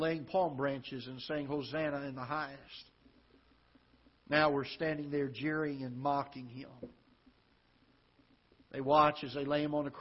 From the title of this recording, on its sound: Ketha Heights Baptist Church ~ Live Broadcast